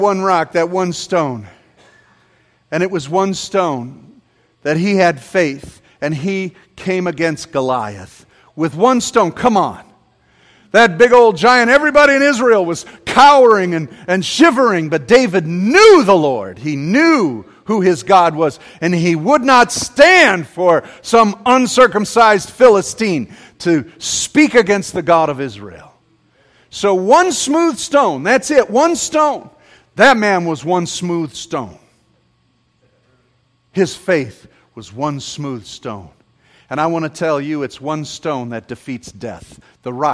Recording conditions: large echoing room